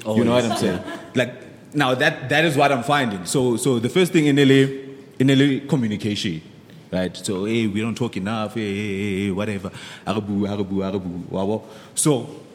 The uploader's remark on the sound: The Dojo had its 1st ever live recording in front of a very special audience. The audience, Friends Of The Dojo as they fondly known, got to participate.